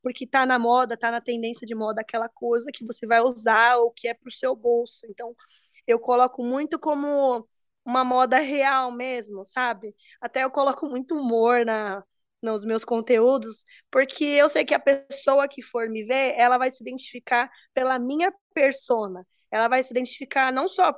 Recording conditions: video call